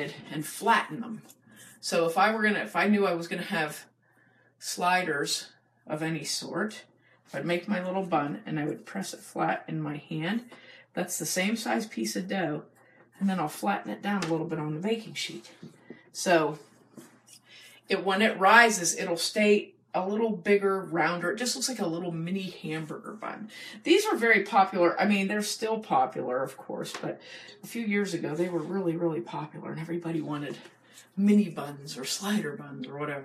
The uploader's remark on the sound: Sorry for the recording quality, we did a Facebook live video so we weren't using our usual microphone.